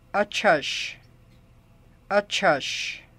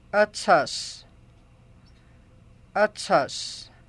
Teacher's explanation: we change the sh sound to s and the ch sound to ts · Shown in: second take · Term: baby talk